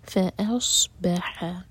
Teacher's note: صاد heavy اور ح حلق سے